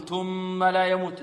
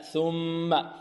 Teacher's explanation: ثاء لابد من إظهارها من طرف اللسان مع طرف الثنايا العليا · Shown in: second take · Term: ثاء مثلثة